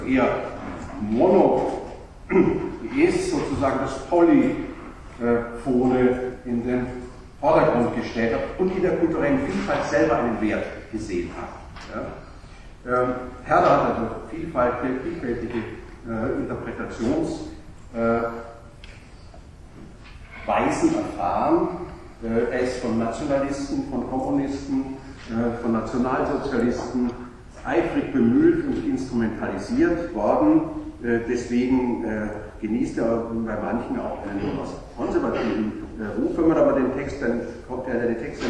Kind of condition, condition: setting, large echoing room